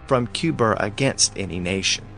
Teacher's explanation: But when Cuba is immediately followed by a vowel, as when he refers to a missile launched from Cuba against any nation, he sticks an R on the end of the word to bridge the gap between the two vowels. So he says, from Cuba against any nation.